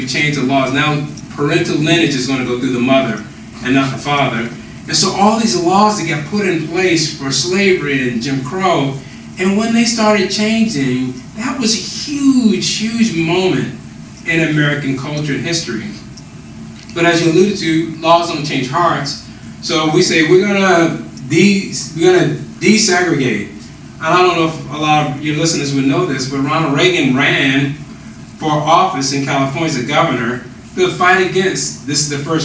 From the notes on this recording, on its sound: We’re sorry for the audio quality on this one. We recorded this on the road and one of our mics malfunctioned. We decided to post the interview despite the sub-par audio.